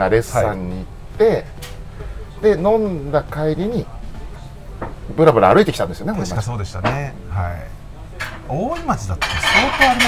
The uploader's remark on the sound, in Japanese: 今週は青物横丁にある、飲めるとんかつ屋【安右衛門】にて収録。今年最後の配信はお店の若旦那も交えて大いに盛り上がり…